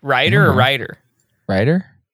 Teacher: We just don't say our T's. We're lazy about it. T's and D's are the same. · Term: West Coast accent